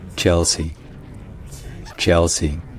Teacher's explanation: le L, c'est ce qu'on appelle un dark L en anglais